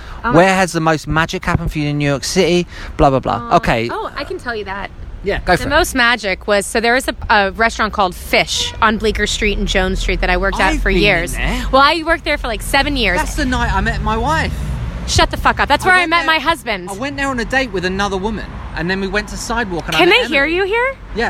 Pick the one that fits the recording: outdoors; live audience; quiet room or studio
outdoors